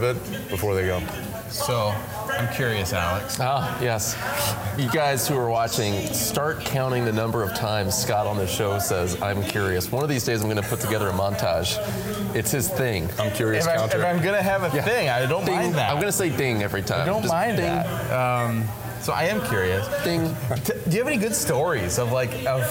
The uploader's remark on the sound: We’re live at the Radius Missiology Conference in Minneapolis!